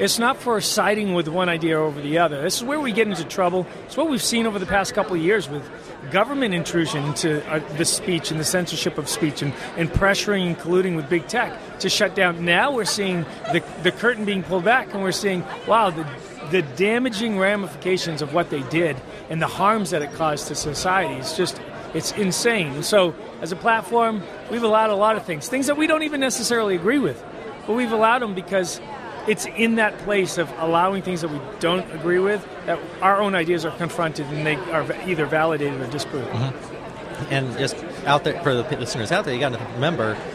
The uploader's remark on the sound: live from CPAC